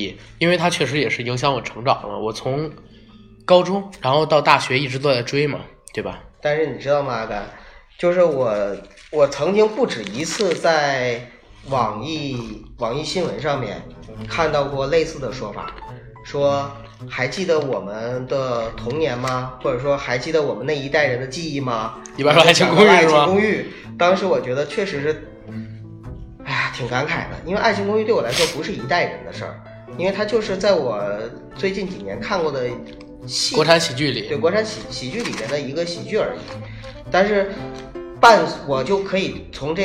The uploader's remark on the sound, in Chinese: 录制中主播因病出现多次咳嗽等杂音